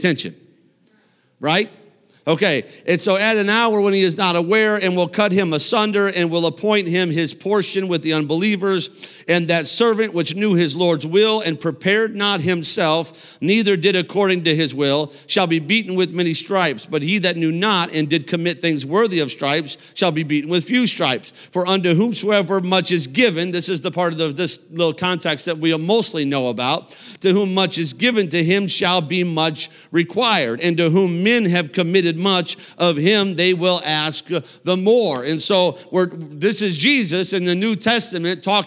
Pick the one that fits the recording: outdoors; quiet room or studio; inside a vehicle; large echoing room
large echoing room